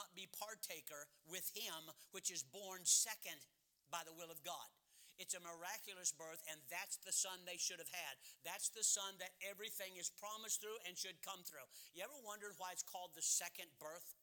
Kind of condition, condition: setting, large echoing room